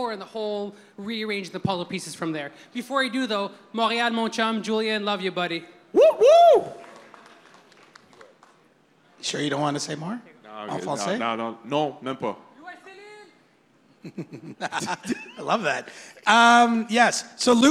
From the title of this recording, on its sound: Live from All-Star Weekend At The Rec Room